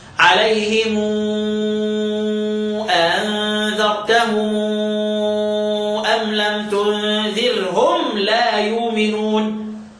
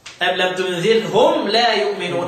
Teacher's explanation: هيعامل الصله معامله المد المنفصل تبقى صله كبرى تمد مقدار ست حركات · Shown in: first take